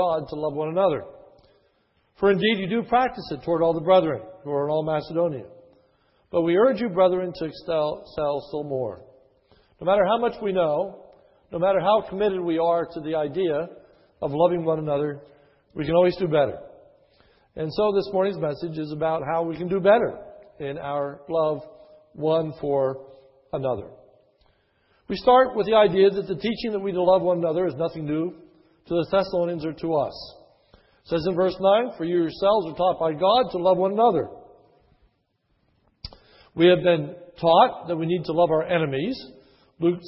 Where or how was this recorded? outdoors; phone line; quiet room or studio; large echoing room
large echoing room